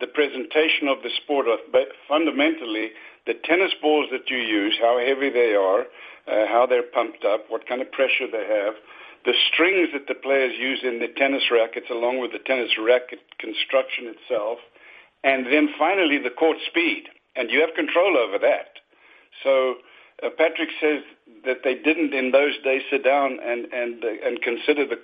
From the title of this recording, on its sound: U.S. Open Conference Call